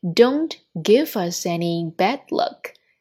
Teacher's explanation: Don't 尾音的 t 轻微失爆掉。Don't give us any 三个单词两处连读 give us any.